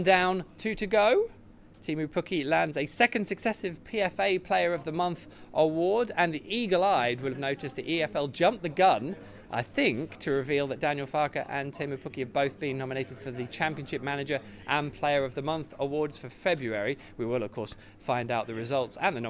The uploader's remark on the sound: The PinkUn Show 171 is LIVE from Departure Lounge. All Canaries supporters are welcome every week to pop along to the pub and have their say live on the show.